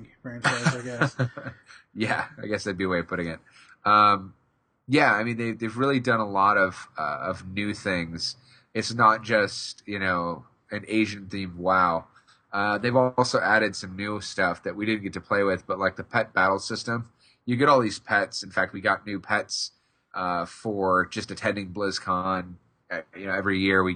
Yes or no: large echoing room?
no